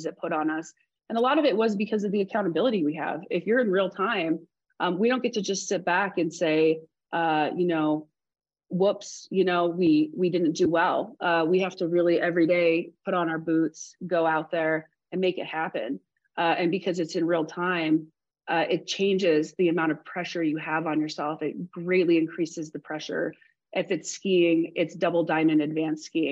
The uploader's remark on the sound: This special episode is an excerpt from the full webinar.